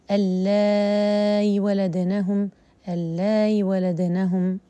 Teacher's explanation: حذف الياء ثم لفظة الهمزة سهلها